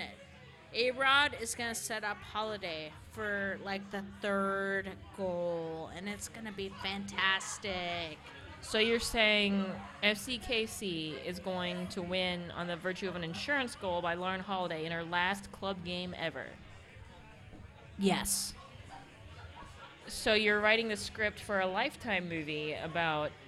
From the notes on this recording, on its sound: A special episode recorded the night before the NWSL championship, live at Kells!